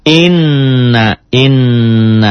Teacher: Ditahan, double, dan dengung. Inna, inna, nanya pendek, n-nya yang didouble, yang ditahan. · Term: gunnah